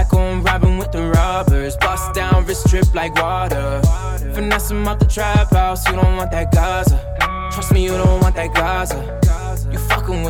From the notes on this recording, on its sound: A live recording of the set I did at Erb & Culture!